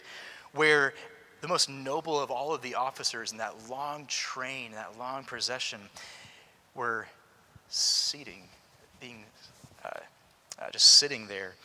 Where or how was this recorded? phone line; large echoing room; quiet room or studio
large echoing room